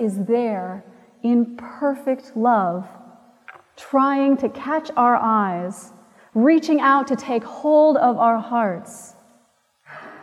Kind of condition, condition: setting, large echoing room